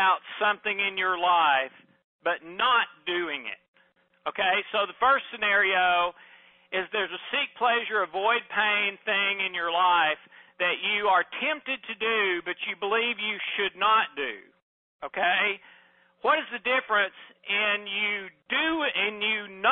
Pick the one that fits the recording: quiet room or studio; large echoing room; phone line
phone line